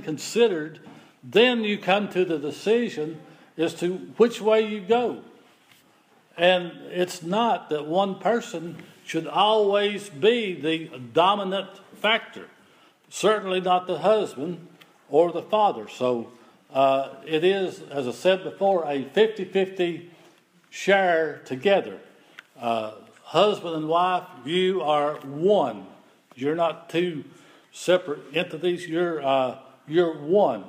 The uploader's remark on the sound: This is an audio recording of the Sunday Service at Persia Methodist Church in Rogersville, TN.